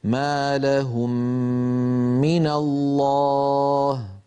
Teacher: نفس الكلام نرى على المثال الذي على يسار اللوحة من قوله تعالى ما لهم من الله، ما لهم من الله، فلما ننطق هاتين الميمين نرفع عنهما الشفتين ارتفاعة واحدة، نطبق على الميم الأولى ونجافي الشفتين عن الميم الثانية، وأثناء إطباق الشفتين على الميم الأولى نمط الغنة